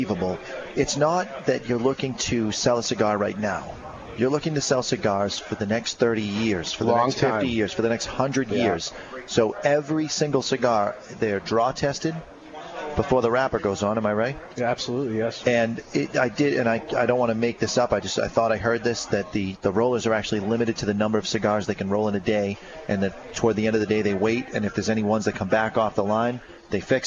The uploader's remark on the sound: LIVE from Two Guys Smoke Shop in Salem NH.